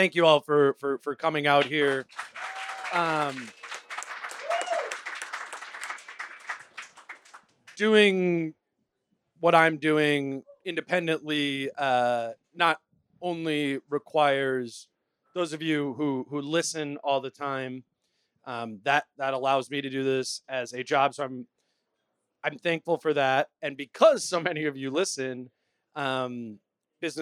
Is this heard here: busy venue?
yes